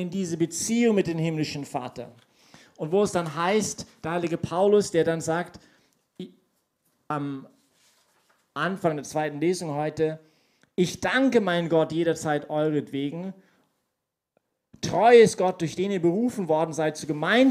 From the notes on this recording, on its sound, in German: Diese Predigt wurde bei der YP Messe